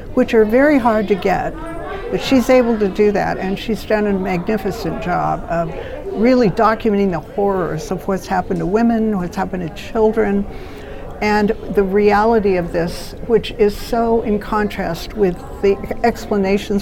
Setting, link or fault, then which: setting, busy venue